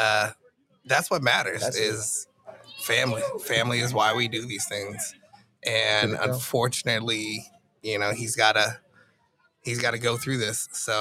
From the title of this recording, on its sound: Live at Juneteenth